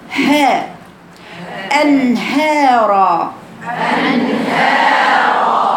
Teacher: ده حرف حلقي يخرج من اقصى الحلق. هاء انهارا، انهارا، افصل بين بين النون والهاء.